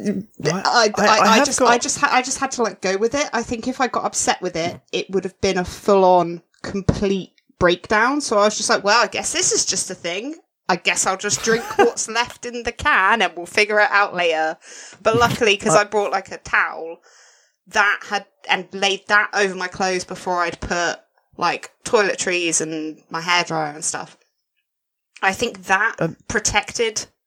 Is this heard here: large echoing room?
no